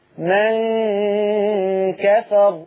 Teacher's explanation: من كفر الغنة هنا مرققة لأن الكاف مرققة